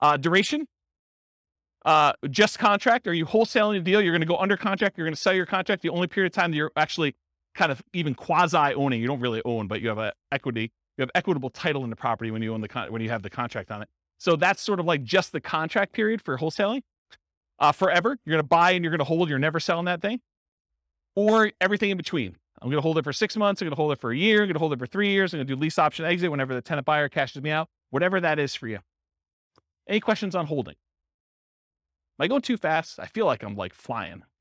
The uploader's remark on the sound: This was a live class recorded